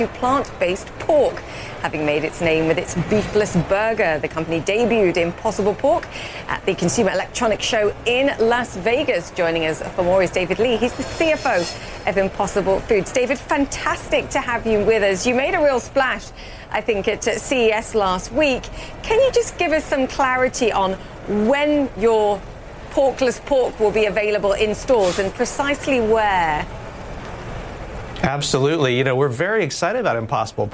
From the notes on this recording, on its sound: live from the New York Stock Exchange